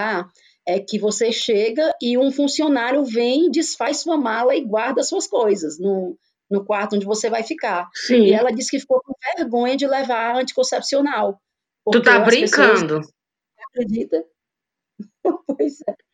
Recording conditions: poor sound quality